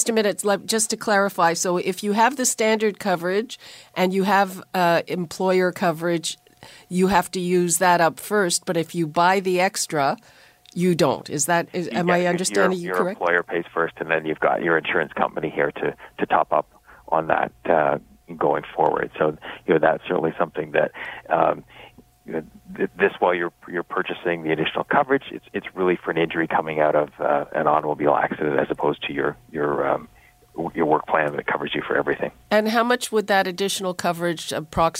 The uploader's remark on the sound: we'll take your phone calls too